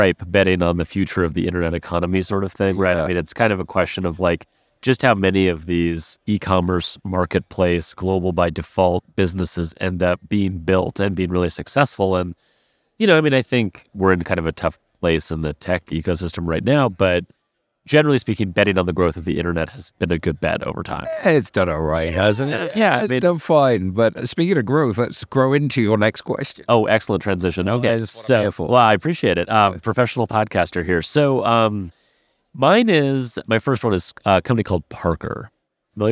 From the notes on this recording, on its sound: The pair are live at the Fintech Meetup conference in Las Vegas.